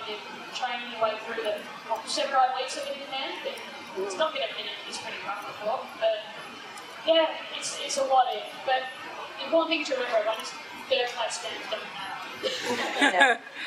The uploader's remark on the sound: We're sorry for the audio quality of this live podcast recording. Recorded live from Yulli's Brews in Sydney!